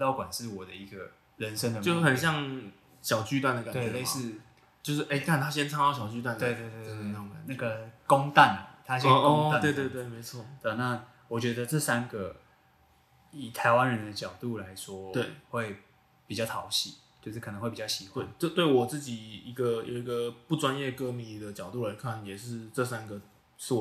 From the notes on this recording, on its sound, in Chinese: 這兩次錄音不知道為什麼回音很重，已經盡1000%力量調整了，下次會再改進。